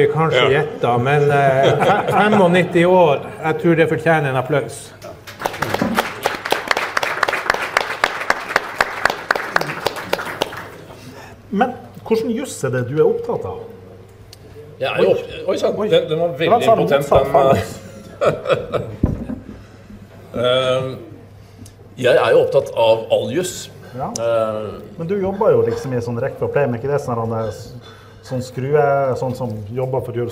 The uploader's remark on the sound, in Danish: Live på Bazinga.